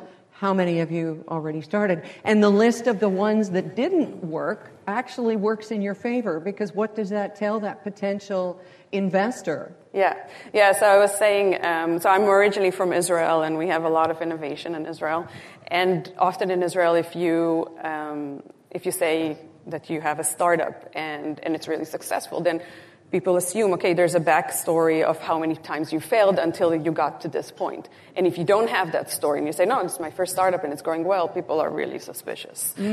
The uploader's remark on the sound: Live-recorded at the Canadian Real Estate Association’s (CREA) 2023 Leadership Summit. Our very first live recorded episode. Live on stage.